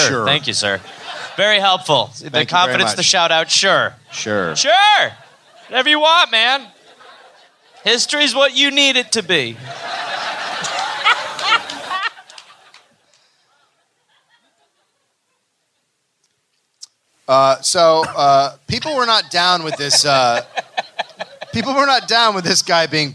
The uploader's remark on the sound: Live in Chicago